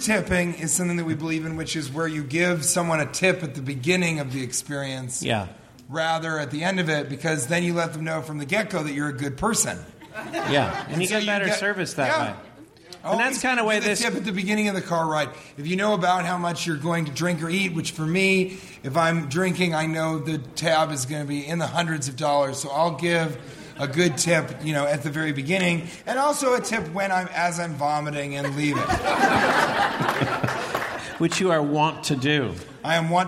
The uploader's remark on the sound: Live from Comedy Central's Clusterfest!